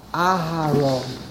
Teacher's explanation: you pronounce the hey very quickly. So when you pronounce it very quickly, it almost sounds like a shvo.